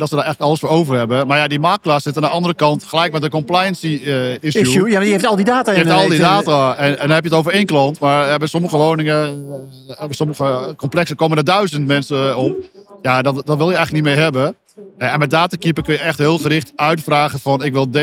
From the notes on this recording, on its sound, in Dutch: Deze podcast is opgenomen tijdens de PROVADA.